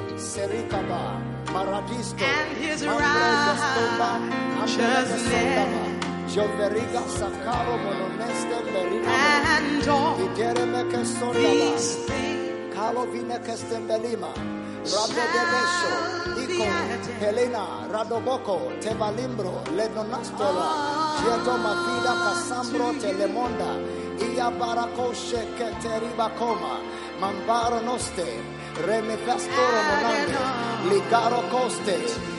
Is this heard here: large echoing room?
yes